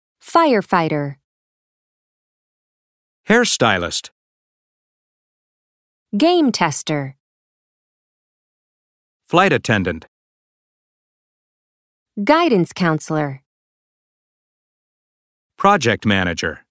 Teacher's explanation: Notice that the first word in these compound nouns has more stress. · Term: Stress with compound nouns